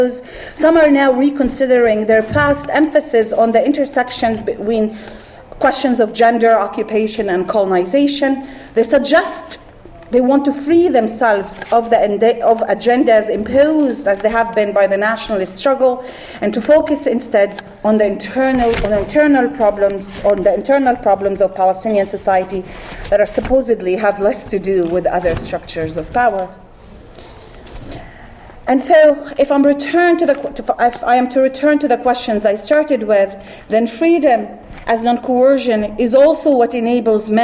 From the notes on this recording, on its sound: This panel was held on November 19th, 2017 at the Middle East Studies Association's (MESA) annual conference.